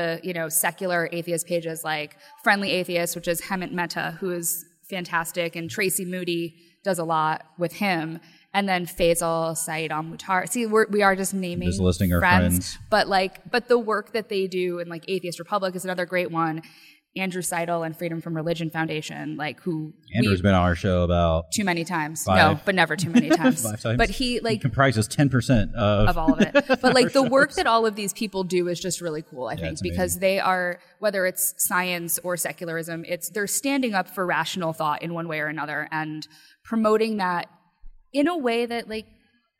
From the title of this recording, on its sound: LIVE from the 2017 Indy PopCon!